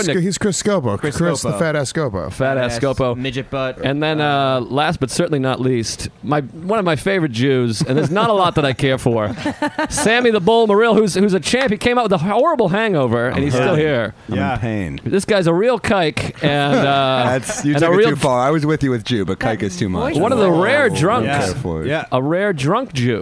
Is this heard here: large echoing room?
no